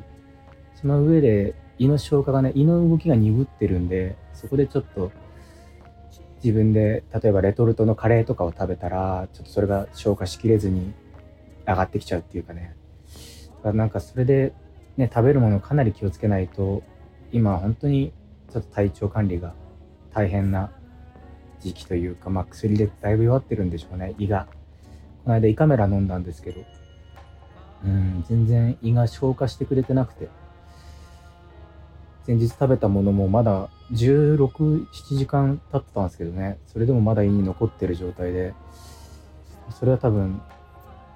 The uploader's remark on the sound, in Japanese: 無菌室なので空気清浄機のノイズや音量バランス等お聞き苦しいかもしれませんがあしからず。